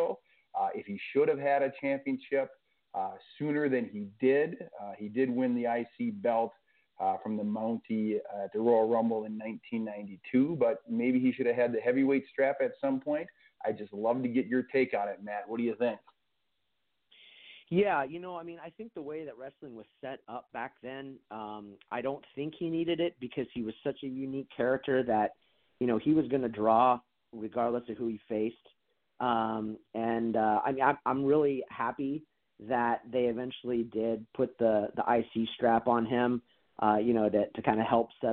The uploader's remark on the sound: we take your calls live on the air